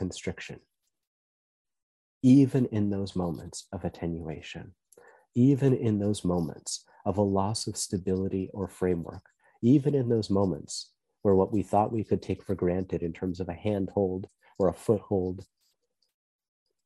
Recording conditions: video call